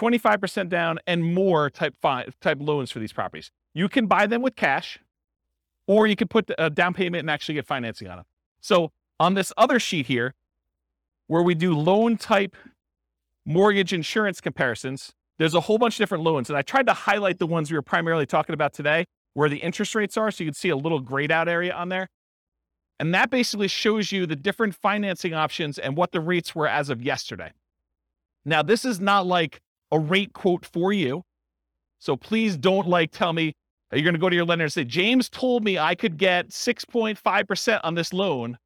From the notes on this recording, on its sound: This was a live class recorded